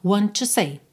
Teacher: Want com to eu ligo num T só. Want to say, tá?